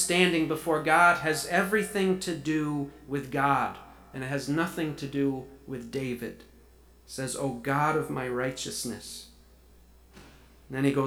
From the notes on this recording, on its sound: Due to an issue with our sound system, this week's sermon audio has a small echo and feedback problem.